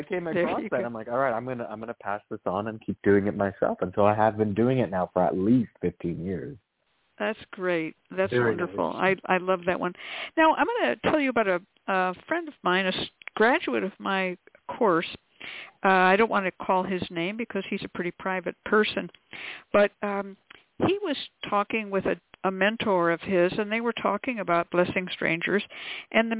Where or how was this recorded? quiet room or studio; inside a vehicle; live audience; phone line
phone line